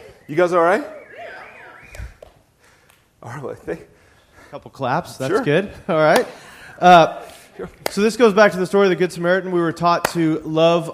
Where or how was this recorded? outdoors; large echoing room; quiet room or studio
large echoing room